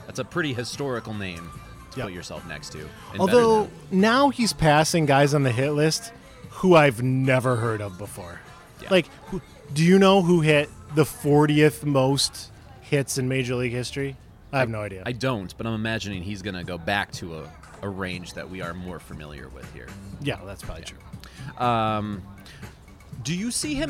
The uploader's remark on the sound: live at Mootz Pizzeria + Bar on Library Street, downtown Detroit